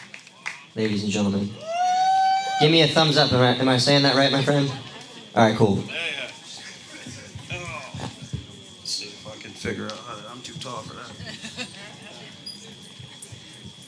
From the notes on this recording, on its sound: Recorded live at Late at the Lake, at Mozart's Coffee Roasters in Austin, Texas on Tuesday, May 23rd, 2023, outdoors on our main stage.